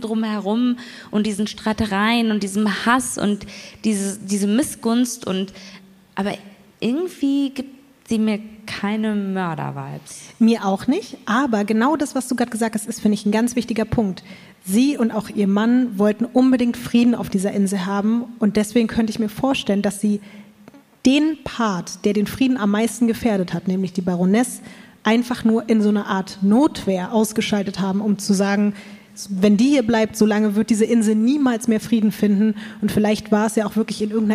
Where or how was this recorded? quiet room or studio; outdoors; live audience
live audience